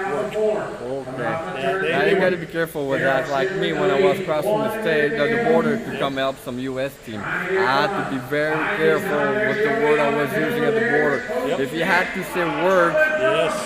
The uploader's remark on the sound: Live from the RC Chili Bowl